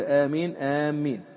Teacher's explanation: تشديد الميم من آمين، إذا قلت آمين آمين هكذا تبطل به الصلاة في المنتهى.